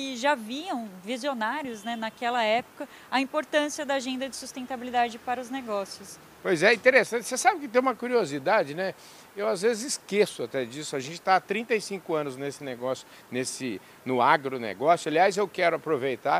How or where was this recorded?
busy venue